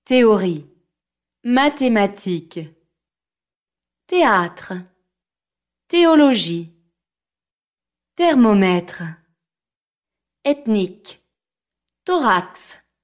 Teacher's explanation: TH. In French, this combination of letters is never pronounced like the TH in the English word this. It is pronounced instead like the T in the English word tiger